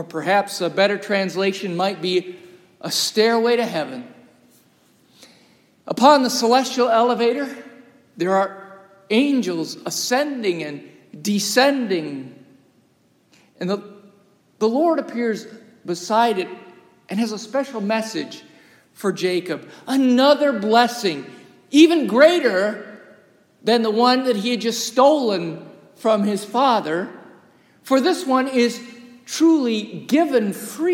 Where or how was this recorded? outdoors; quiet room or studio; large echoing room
large echoing room